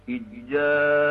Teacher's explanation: جواب این هست که ادغام صغیر هست که متقاربینم هست، یعنی حرف ذال مخرجش با حرف جیم در یک محدوده ای است که تقریبا نزدیک به همان. ذال در طرف اللسان سر زبان هست و جیم در وسط اللسان یا به قول آواشناسان مقدم اللسان. در هر یک از فرض‌های مذکور مخرج اینها تقریبا در نزدیکی هم و در قرب هم واقع شده، پس ادغام صغیر متقاربین هست اجاؤکم.